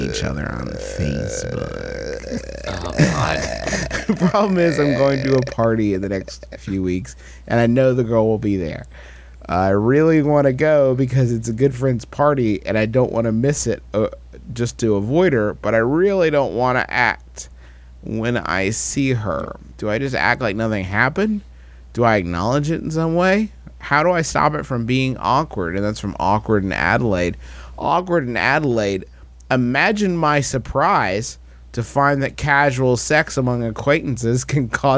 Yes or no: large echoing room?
no